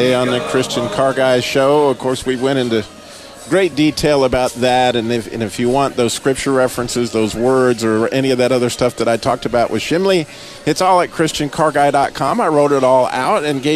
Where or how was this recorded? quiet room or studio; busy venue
busy venue